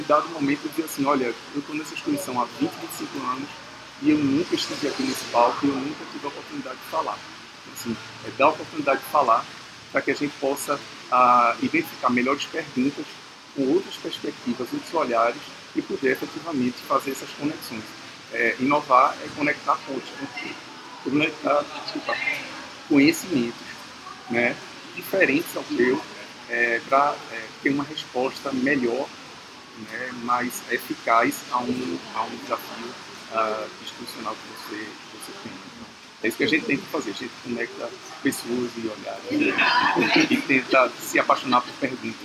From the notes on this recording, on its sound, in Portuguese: Direto do meio da Semana de Inovação. Gravado no meio do burburinho da Semana de Inovação. O som ficou um pouquinho prejudicado desta vez graças às belas fontes do pátio.